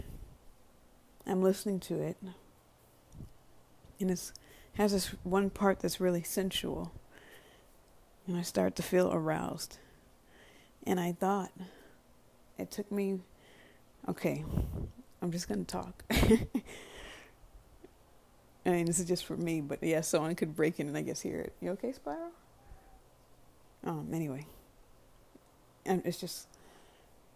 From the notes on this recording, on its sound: Previously recorded voice memo.